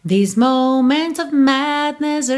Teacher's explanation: o que você vai tentar fazer é colocar o of e o are bem curtinho